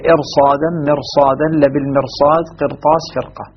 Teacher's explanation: الراء لجميع القراء فيها مفخمة لا يتأتى ترقيقها · الراء ساكنة قبلها كسر أصلي في نفس الكلمة، ولكنها تفخم لأنه قد جاء بعدها حرف استعلاء من أحد حروف خص ضغط قض.